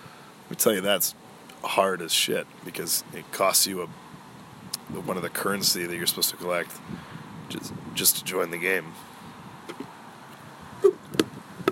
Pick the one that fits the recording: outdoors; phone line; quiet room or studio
outdoors